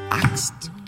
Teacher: Das A wird allein mit dem Atem durch den Rachen und mit weit offenem Mund ausgesprochen. Dieser Laut ist im Anfang des Wortes Axt.